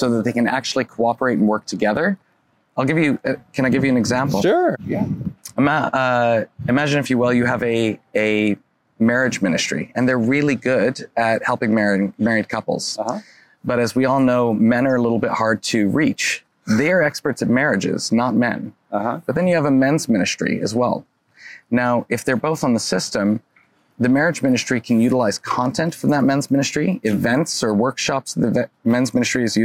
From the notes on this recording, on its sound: at the 12th Annual Napa Institute Conference in Napa Valley California